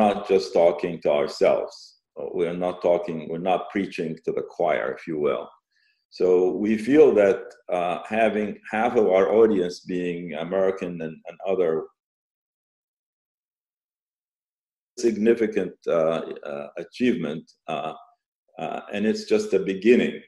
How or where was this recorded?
video call